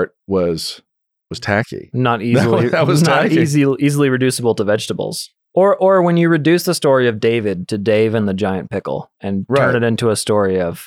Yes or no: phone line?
no